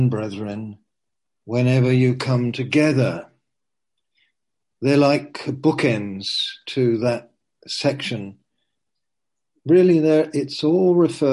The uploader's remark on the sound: (Zoom) - Teign Valley Sessions - 19:00